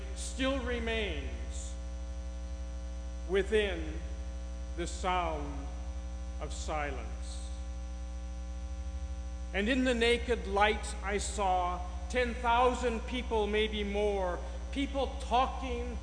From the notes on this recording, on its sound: the audio quality of this week’s podcast contains a buzz, due to microphone issues